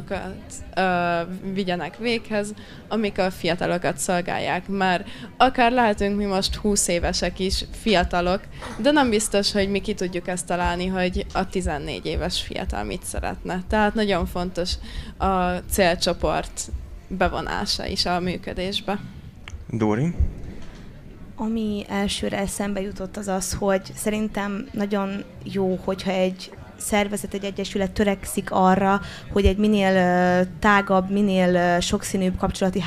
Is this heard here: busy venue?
yes